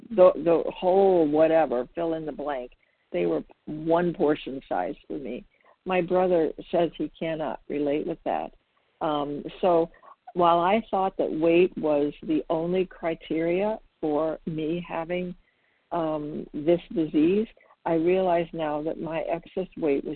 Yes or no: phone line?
yes